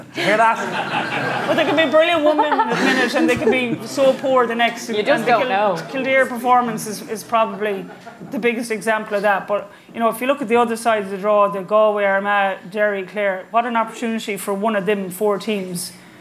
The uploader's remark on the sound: live in Galway